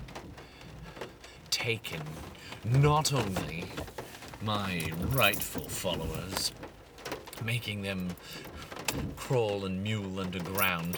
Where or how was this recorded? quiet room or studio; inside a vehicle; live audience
inside a vehicle